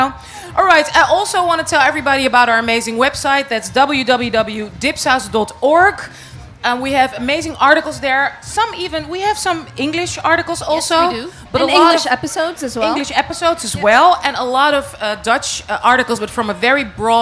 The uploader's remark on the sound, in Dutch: voor een live audience